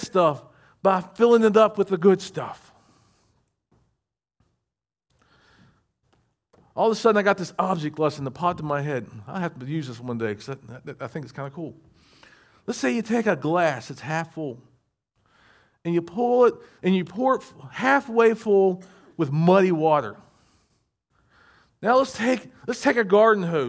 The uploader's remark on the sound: recorded at Shenandoah Valley Baptist Church on Sep 10, 2023.